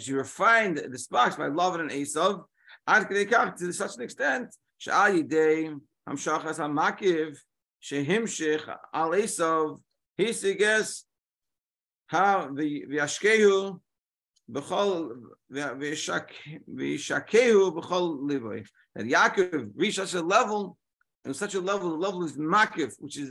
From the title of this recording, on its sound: Daily Zoom Shiur